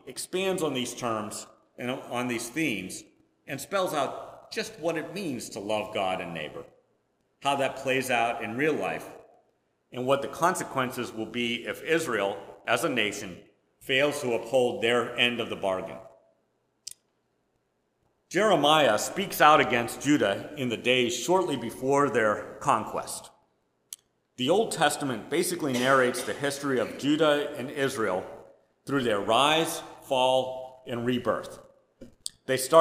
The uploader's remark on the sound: Preached at First Presbyterian Church of Rolla.